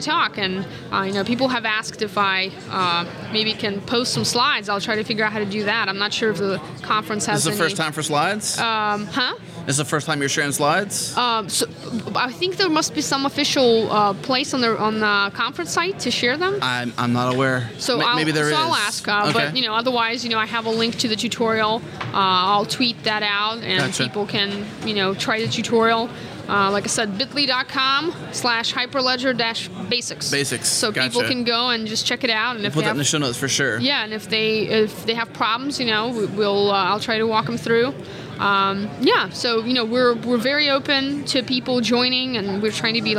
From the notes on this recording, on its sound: In this episode of Spotlight recorded at All Things Open 2016.